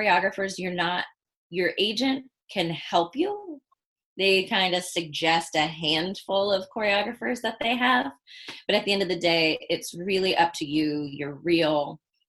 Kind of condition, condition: link, video call